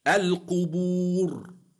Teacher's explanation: الراء ساكنة لأجل الوقف وقبلها واو مادية تفخم